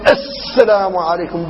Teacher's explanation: وبعضهم أيضا يبالغ في تشديد السين تشديدا كبيرا حتى تكون صفيرا مدويا